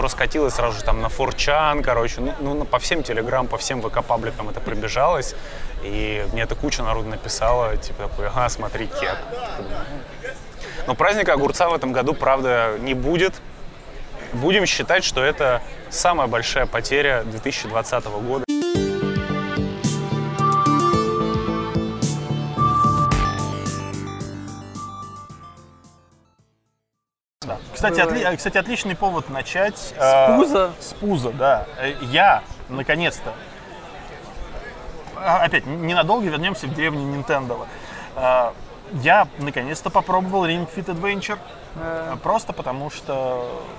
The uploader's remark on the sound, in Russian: Этот выпуск, как в старые-добрые времена записан в баре. Точнее на веранде.